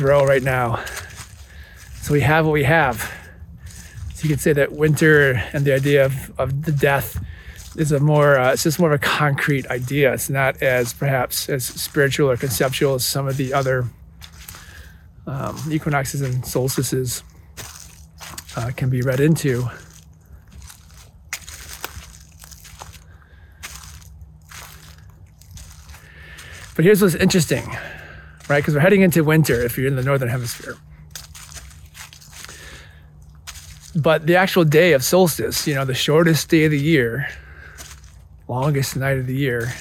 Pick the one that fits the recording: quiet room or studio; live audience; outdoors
outdoors